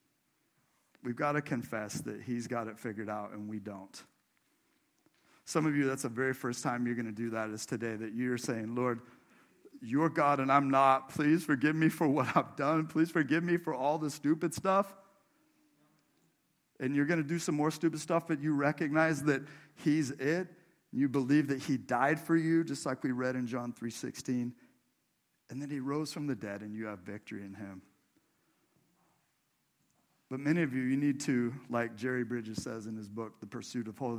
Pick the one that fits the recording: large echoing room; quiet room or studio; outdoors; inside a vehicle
large echoing room